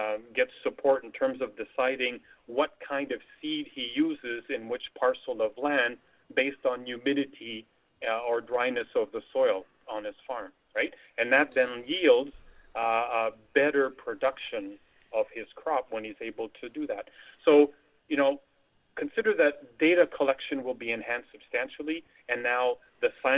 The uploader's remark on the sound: Via telephone.